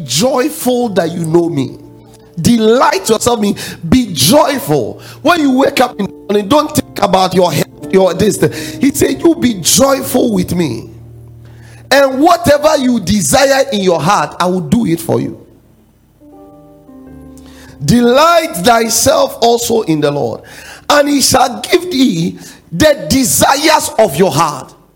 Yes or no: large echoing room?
yes